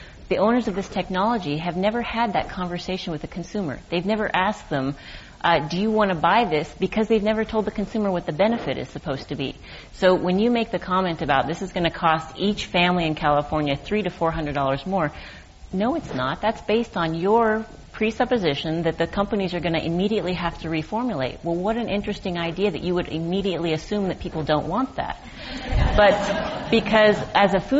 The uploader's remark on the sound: This program was recorded in front of a live audience at The Commonwealth Club of California in San Francisco on October 25, 2012